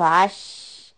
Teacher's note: For letter sheen when it has a sukoon we have to give this quality of spreading the sound around · Term: تفشي